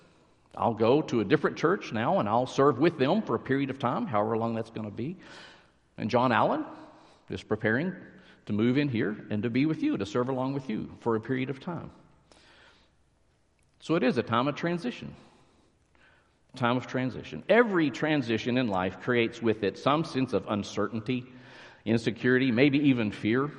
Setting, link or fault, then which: setting, large echoing room